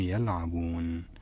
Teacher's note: عندما وقفنا عليها فبقيت نون وظهرت كنون عندما أخرجناها من طرف اللسان بدون أن نفتح اللسان بعد ذلك